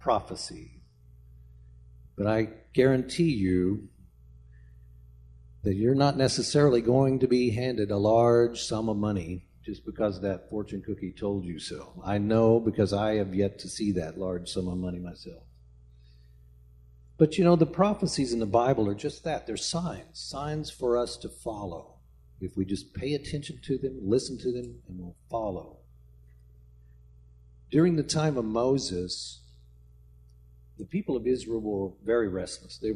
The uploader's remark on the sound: speaking at Soma Community Church in Jefferson City, MO on Sunday morning 24 December 2023